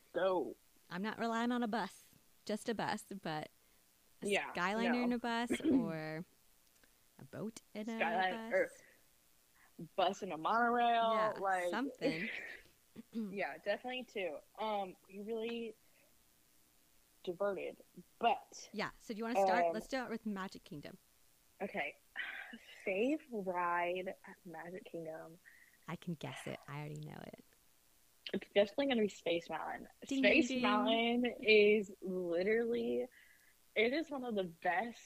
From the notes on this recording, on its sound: We tried a new method of recording remotely. It is still not perfect.